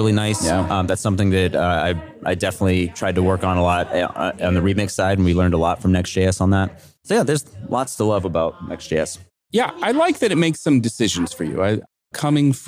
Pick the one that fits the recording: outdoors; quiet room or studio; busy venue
busy venue